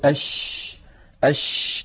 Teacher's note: نجد بأن الهواء يتدفق مع حرف الشين، فالشين يجري معها النفس · فلما نقول أش نجد بأن الصوت يمتد، فالشين يجري معها النفس ويجري معها الصوت، فهي مهموسة رخوة